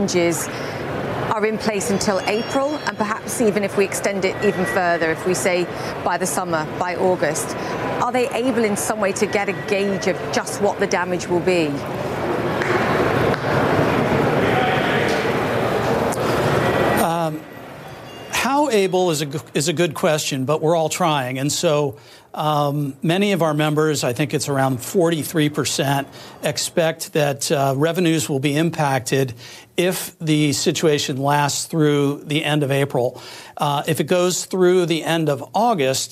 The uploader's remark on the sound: live from the New York Stock Exchange